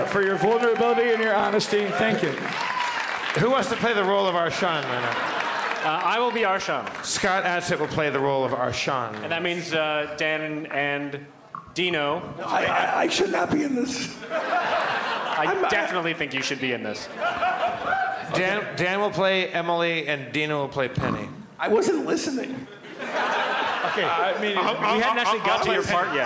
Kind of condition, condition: setting, live audience